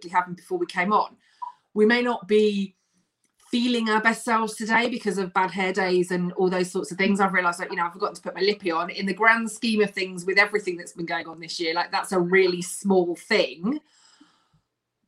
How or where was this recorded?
video call